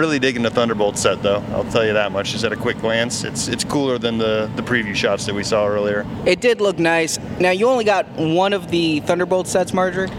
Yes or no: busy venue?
yes